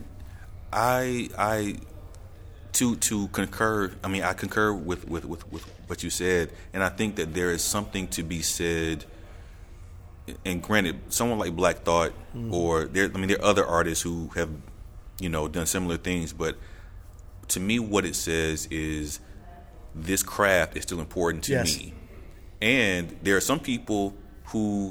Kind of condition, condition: setting, busy venue